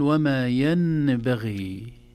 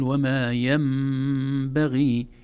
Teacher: النون الساكنة تنقلب إلى ميم إذا جاء بعدها حرف الباء · Shown in: second take · ويسمى هذا الحكم حكم القلب أو أحيانا يسمونه الإقلاب.